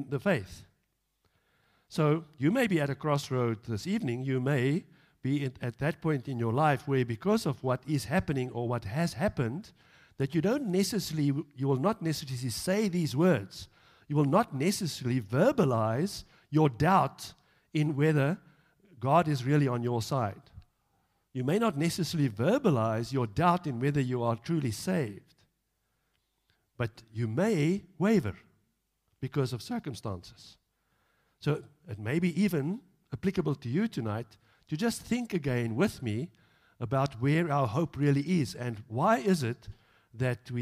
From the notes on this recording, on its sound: Evening Worship Service - 10 July 2022